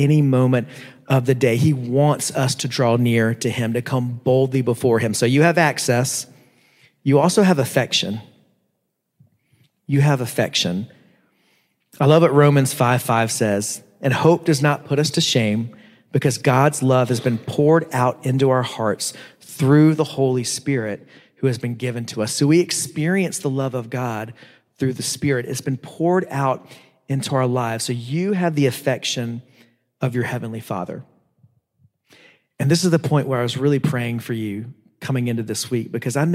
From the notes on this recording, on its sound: preached at Living Steams Church in Phoenix, AZ